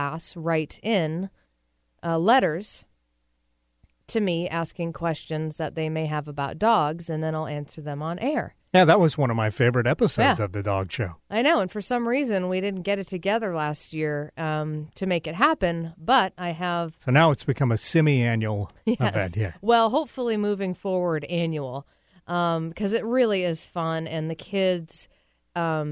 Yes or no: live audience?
no